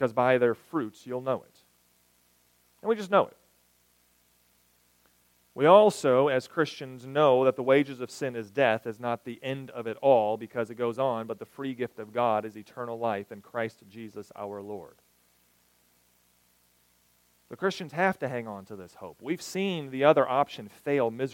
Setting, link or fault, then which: setting, large echoing room